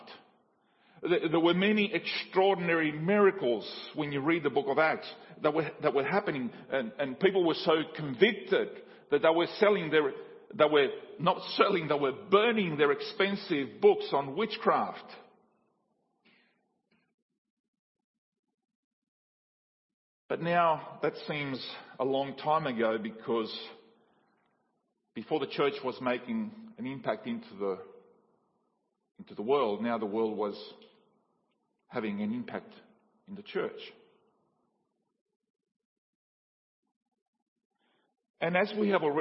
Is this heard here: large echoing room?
yes